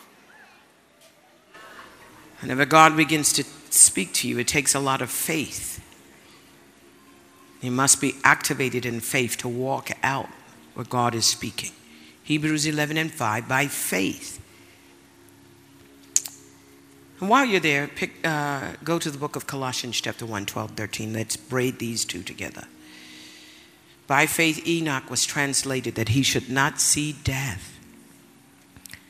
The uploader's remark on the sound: Word Explosion Conference, 2019: Day 3